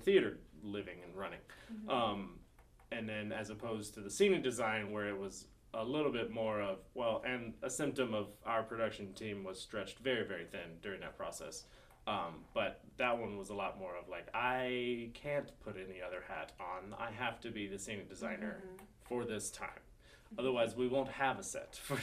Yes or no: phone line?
no